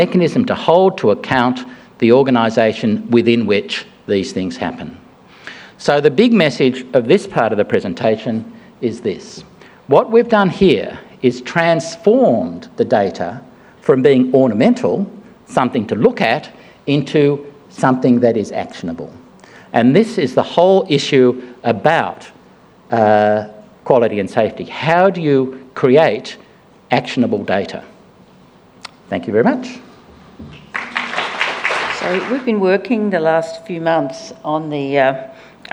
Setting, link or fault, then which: setting, live audience